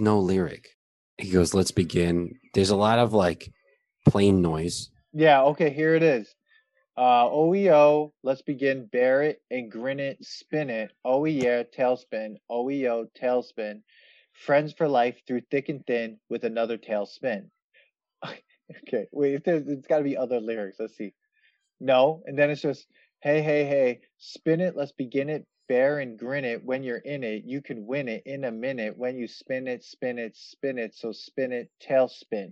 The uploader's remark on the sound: We recorded this on October 26th, 2020 on Zoom so there are some small sound discrepancies